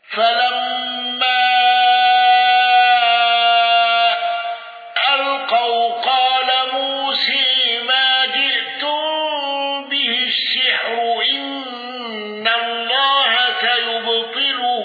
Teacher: حمزة بالإشباع وإمالة موسى